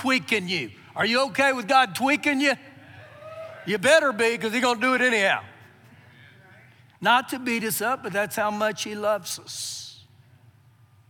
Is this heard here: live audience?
yes